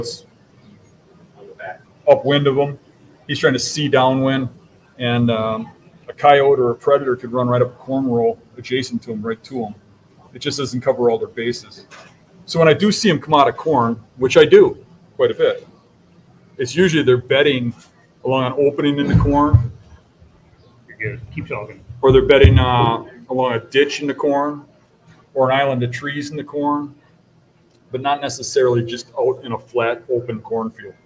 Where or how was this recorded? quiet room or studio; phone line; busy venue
busy venue